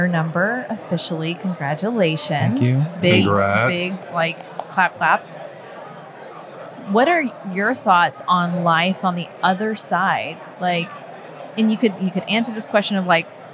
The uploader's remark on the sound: We are coming to you LIVE from Fincon 2023 in New Orleans